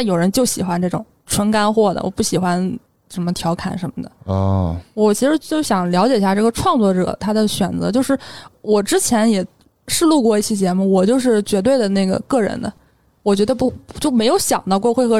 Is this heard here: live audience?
no